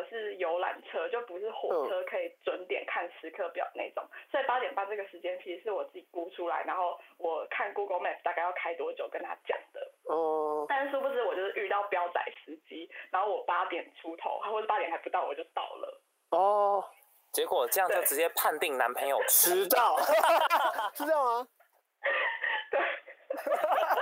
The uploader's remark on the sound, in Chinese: 音質受損。連線PART。我們的音訊設備在後半段錄音的時候壞了。